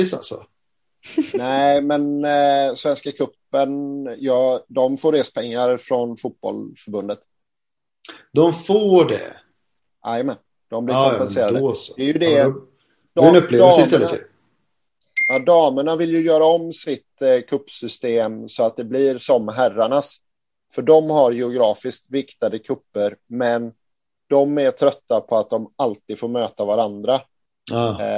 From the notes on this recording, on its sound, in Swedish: Träffades återigen för en virtuell inspelning.